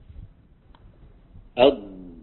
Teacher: ولاحظوا بأن اللسان ينتقل من الوراء قليلا، يعني يصطدم، هذه خطوة رقم واحد، يمتد إلى الأمام وانتهى صوت الضاد · Term: الاستطالة